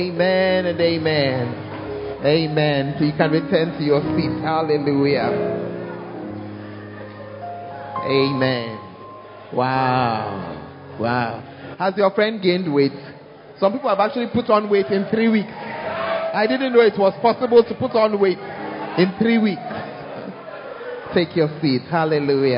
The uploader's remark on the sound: Preached At First Love Center, Ayeduase